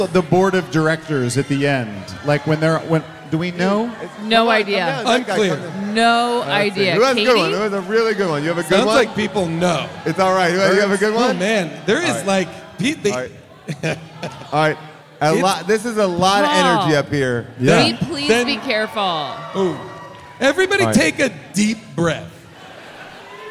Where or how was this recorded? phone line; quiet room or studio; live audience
live audience